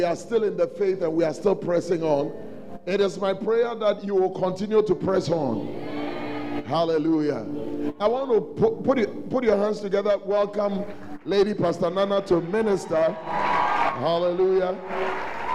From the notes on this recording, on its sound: on day one at The Celebration Convention, Fountain of Life Cathedral.